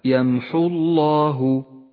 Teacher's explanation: سقطت الواو من اللفظ هنا لاجتماع الساكنين. اقرأ هكذا: يمحو الله، ولا تقل يمحو الله لأن الواو لا تلفظ.